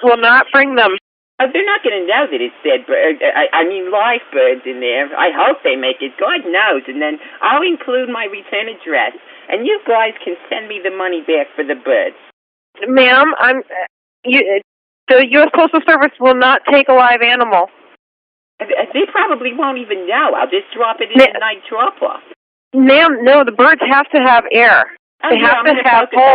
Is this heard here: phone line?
yes